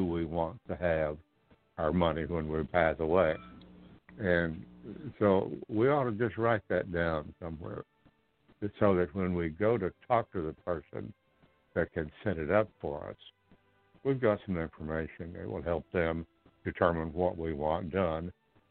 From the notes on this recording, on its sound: TNTSuperfantastic Conference Call.